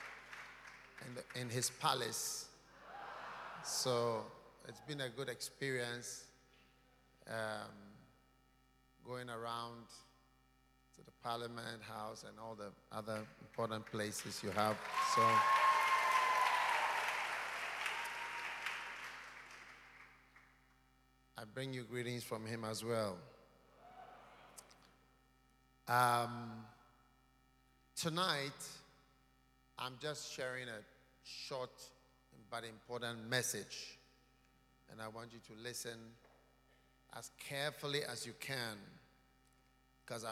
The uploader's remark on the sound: Preached at a Healing Jesus Service on the 25th of June in London